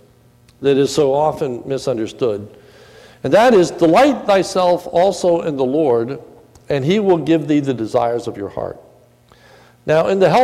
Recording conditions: large echoing room